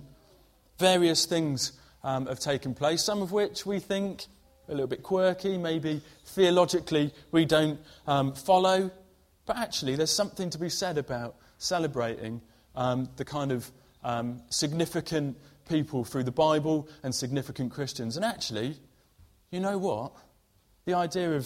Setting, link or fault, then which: setting, large echoing room